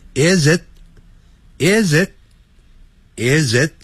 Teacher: Is it 这样把 t 念出来之后刹车刹住 · Term: 连音